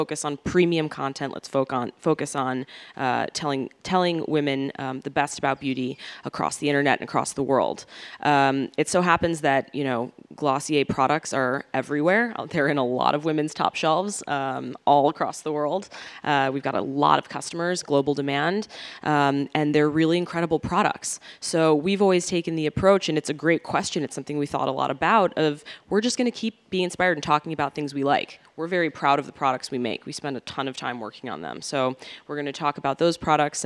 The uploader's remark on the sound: on stage at #BoFVOICES